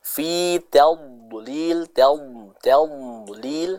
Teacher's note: dia memiliki sifat istitalah, adanya suara yang dialirkan. · tingkat ketebalan dari huruf dod ini adalah tingkat yang paling kuat.